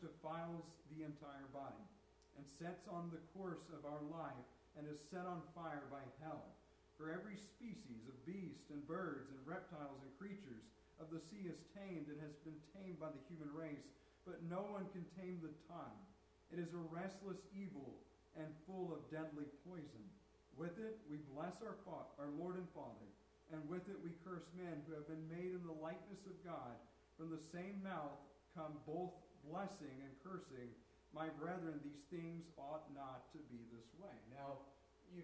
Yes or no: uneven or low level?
yes